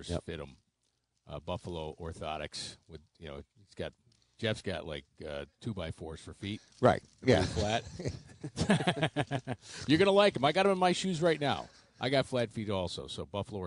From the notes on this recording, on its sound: Tee 2 Green Live From Niagara Falls Country Club.